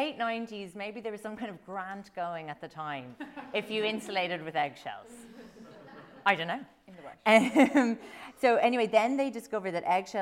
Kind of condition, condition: setting, busy venue